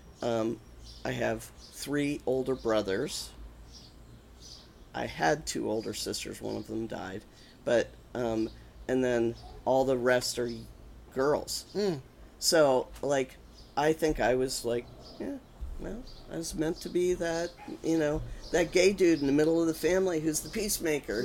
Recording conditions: sounds in the background